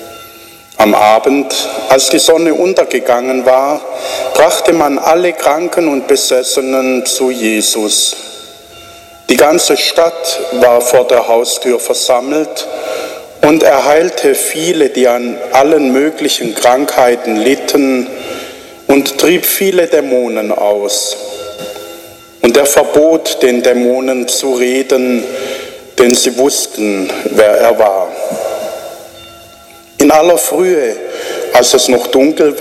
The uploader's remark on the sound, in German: Ausschnitte vom Gottesdienst 5. Sonntag im Jahreskreis B 2021 in Helmsheim.